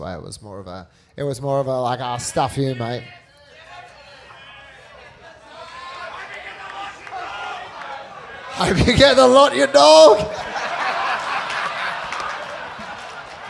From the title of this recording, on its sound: LIVE from the Cooly Hotel